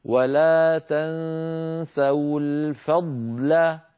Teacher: فيها ضاد ساكنة بعدها لام نبين الضاد هكذا ولا تنسوا الفضل فننطق ضاد ساكنة يتلوها لام لا تأثر لأحدهما بالآخر